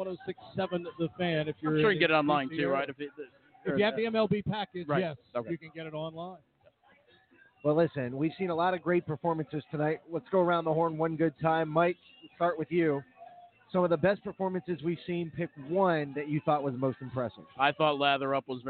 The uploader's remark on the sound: Kicks off the first of two live remotes at The Meadowlands on Saturday night.